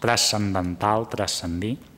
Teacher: També hi diem en el nostre model que és habitual la reducció del grup consonàntic trans en tras